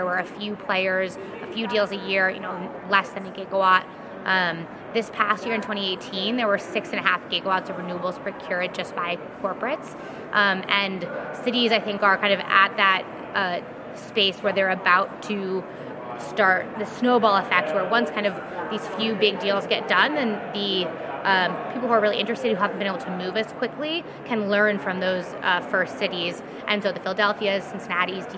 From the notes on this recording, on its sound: In this episode, we are live at Advanced Energy Economy's first annual Eastern Regional energy policy conference -- Advanced Energy Now | East. Recorded at the Greater Richmond Convention Center in Richmond, Virginia and sponsored by Advanced Energy Economy.